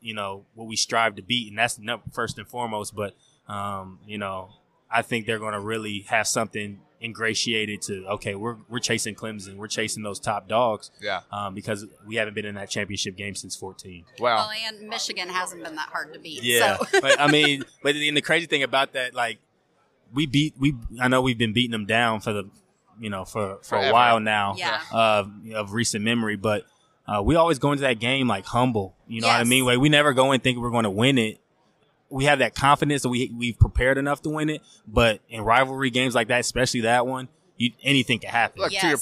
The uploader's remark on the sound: on Super Bowl Radio Row!